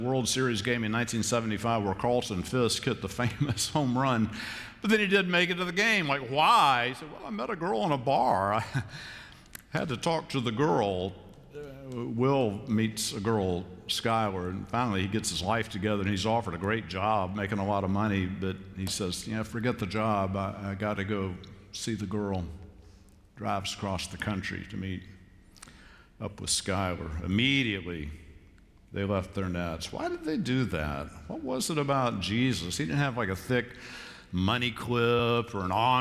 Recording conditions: large echoing room